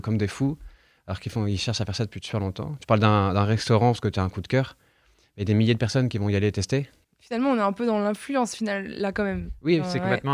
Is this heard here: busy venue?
no